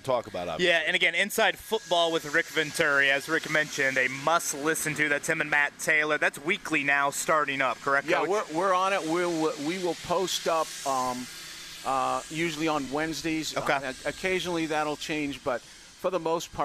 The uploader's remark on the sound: joins us live at Colts camp!